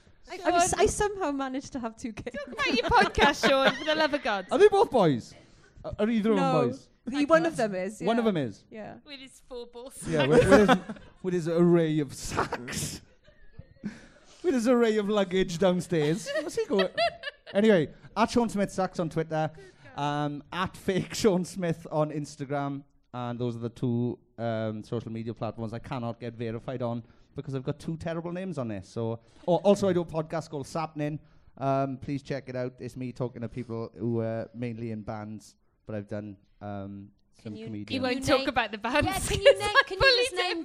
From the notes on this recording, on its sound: It's another LIVE SHOW, recorded live at the beautiful Chapter Arts Centre in Cardiff. A very chatty audience.